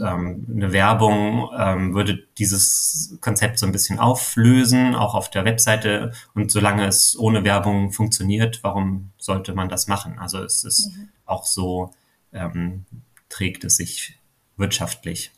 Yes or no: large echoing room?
no